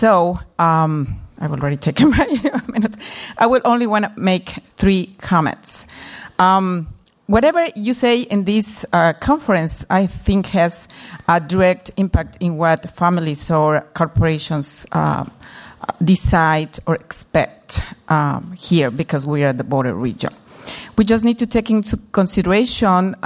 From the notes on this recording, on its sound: Midday address to the Mexico Moving Forward 2015 conference hosted by the Center for U.S-Mexican Studies at the School of Global Policy and Strategy, UC San Diego.